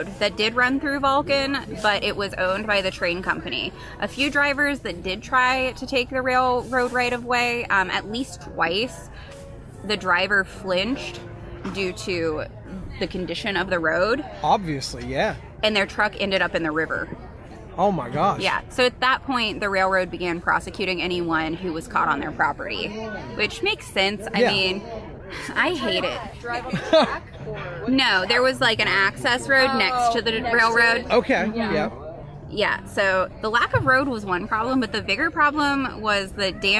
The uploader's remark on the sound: In this live episode, coming to you from our booth at Bridgeport Farmers Market